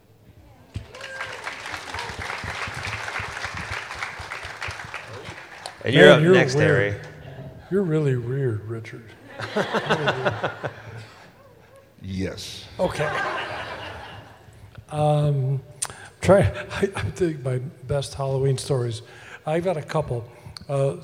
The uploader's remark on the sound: Live from Midsummer Scream 2022. This was a 90-minute presentation featuring talented musicians.